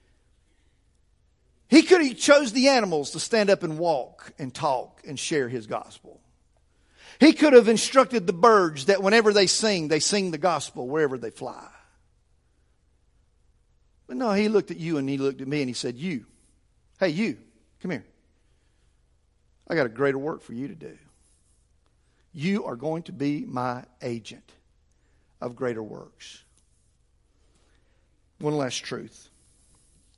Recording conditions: large echoing room